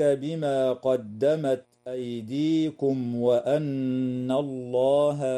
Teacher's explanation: الميم الساكنة في كلمة أيديكم وقعت قبل حرف الواو، فحكمها الإظهار الشفوي